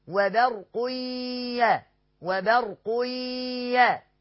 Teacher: وبرق ياء، تاني تنوين بالضم وبعد منه ياء، برضو إدغام بغنة، هنلغي التنوين ونخلي الغنة بتاعته ونشدد الياء ونغنها حركتين